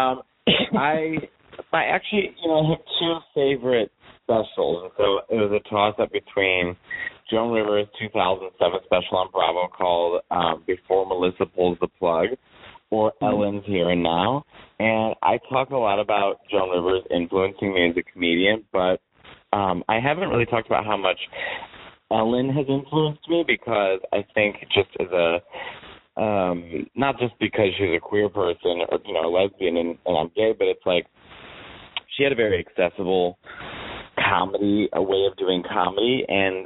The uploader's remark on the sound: He joined me for a phone interview after his return to New York from Toronto.